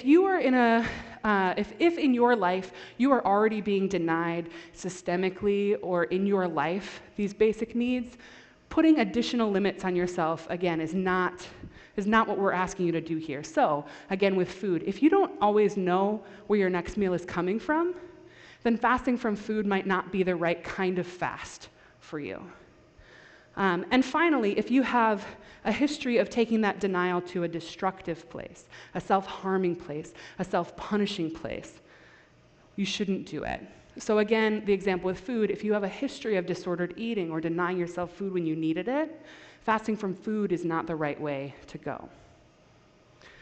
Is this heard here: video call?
no